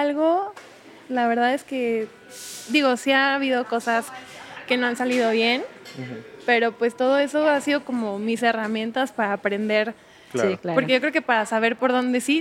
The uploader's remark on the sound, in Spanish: Es un reto porque no lo grabamos en nuestro estudio, así que hay más ruido!